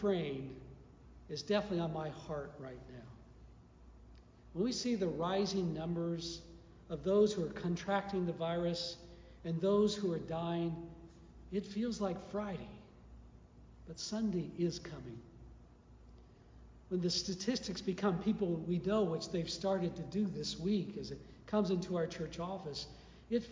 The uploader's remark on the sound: Shot LIVE from the Sanctuary of Noblesville First United Methodist with a variety of contributions from members of our congregation.